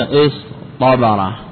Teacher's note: قال الشارح: إذا وقعت تاء الافتعال بعد حرف من حروف الإطباق والصاد والضاد والطاء والضاء وجب إبداله طاء، كقولك إصطبر أصله إصطبر، إصطبر هنا قلبت التاء طاء. ولا تدغم الصاد في الطاء، لا تدغم، لأن الصفير لا يدغم إلا في مثله